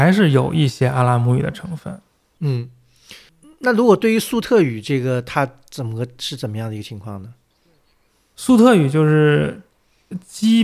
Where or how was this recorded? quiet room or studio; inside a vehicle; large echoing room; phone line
quiet room or studio